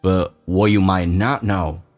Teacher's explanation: What you might 用降调读，what 也被强调